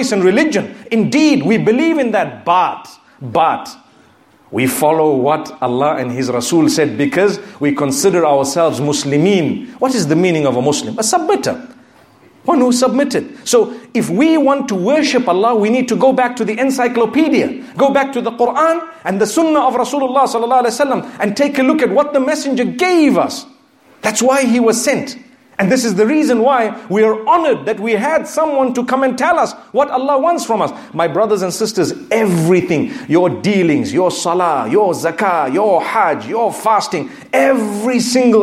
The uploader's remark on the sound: Friday Jumu’ah Lecture from Masjid Al Rahmah in Liverpool.